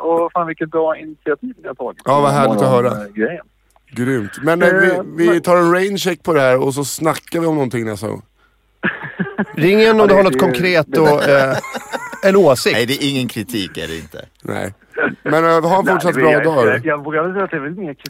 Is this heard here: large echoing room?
no